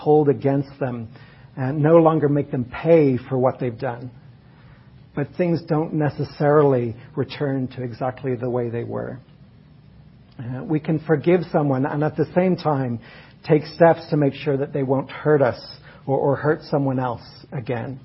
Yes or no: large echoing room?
yes